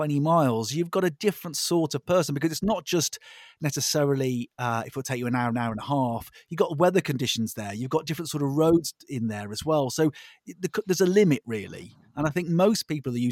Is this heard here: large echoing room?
no